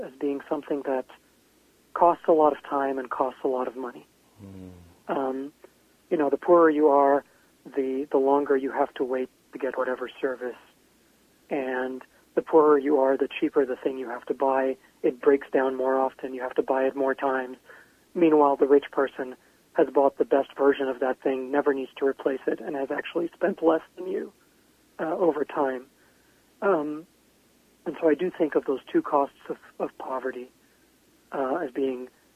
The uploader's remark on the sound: called in from his home in Portland, Oregon.